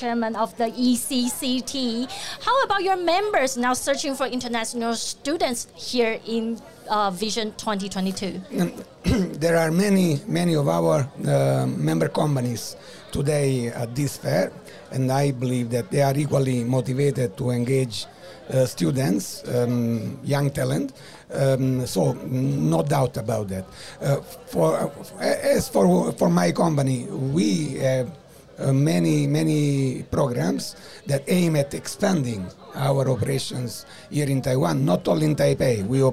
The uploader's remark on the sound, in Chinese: VISION 2022 臺大校園徵才博覽會-Live Podcast 05 特別企劃。